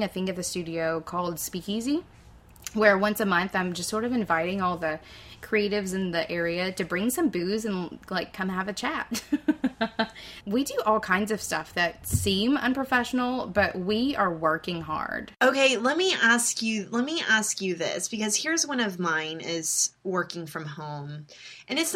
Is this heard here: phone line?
no